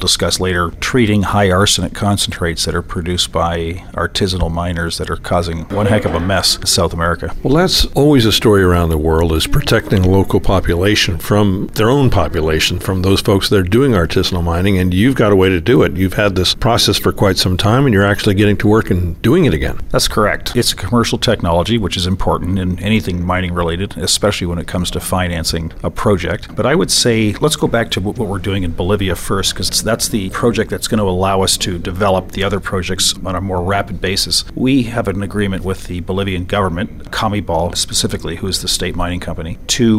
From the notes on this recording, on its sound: ventures out to Toronto for the Prospectors and Developers Assocation of Canada;s (PDAC) premiere mining conference